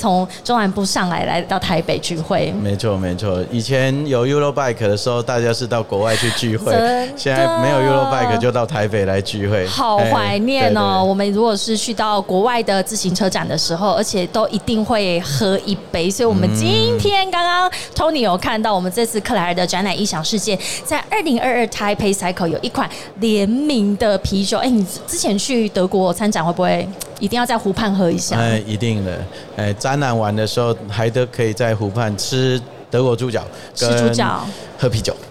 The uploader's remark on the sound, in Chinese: 2022 Taipei Cycle台北國際自行車展-Live Podcast